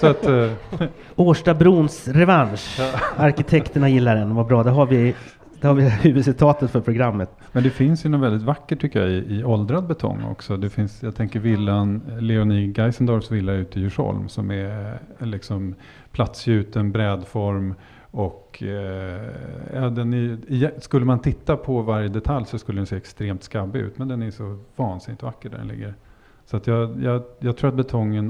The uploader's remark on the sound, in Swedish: BETONGMAFFIAN LIVE FRÅN ALMEDALEN.